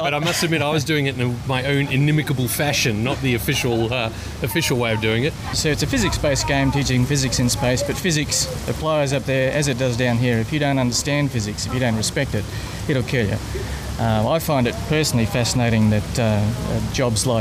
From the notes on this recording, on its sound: Recorded on the banks of the Yarra River in Melbourne near Princess Bridge (sheltering from the rain).